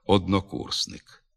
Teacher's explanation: Не виявляє тут нахилу до У звук О у таких випадках, коли є сполучним голосним у складних словах.